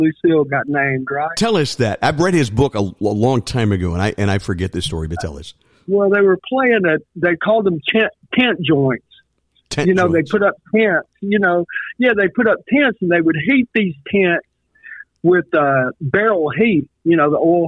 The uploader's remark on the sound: He joins us by phone from his home in Huntsville, Alabama.